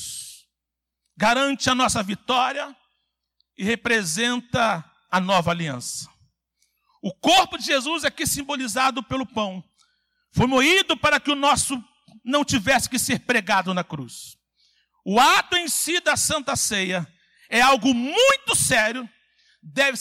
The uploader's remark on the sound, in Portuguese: CULTO AO VIVO – SANTA CEIA